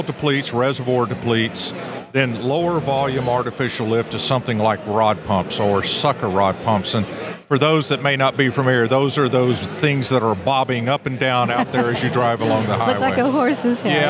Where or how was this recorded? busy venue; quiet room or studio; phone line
busy venue